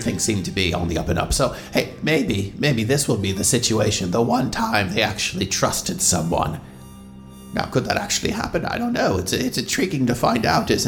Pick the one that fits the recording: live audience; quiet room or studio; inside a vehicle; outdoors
quiet room or studio